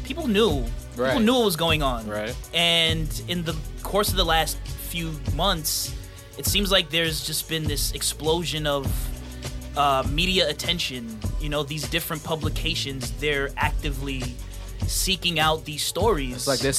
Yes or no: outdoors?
no